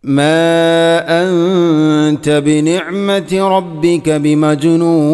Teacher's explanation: മാ അൻത മദ് മുൻഫസിലുണ്ട്, 4, 5 ഹർക്കത്തിന് തുല്യമായിട്ട് നീട്ടണം